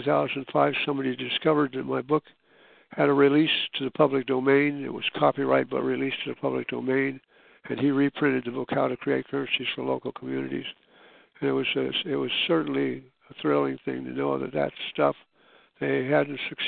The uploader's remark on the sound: who are scheduled to join with us in this phone-conference